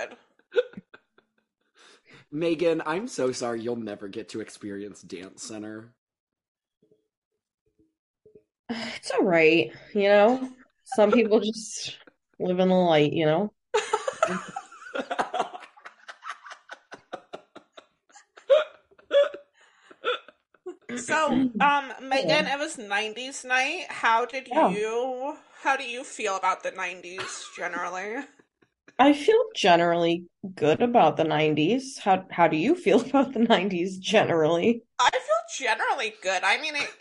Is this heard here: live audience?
no